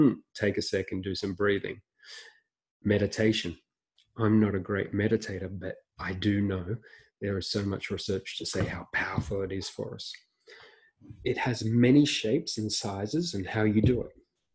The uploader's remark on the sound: This is the audio from a recent webinar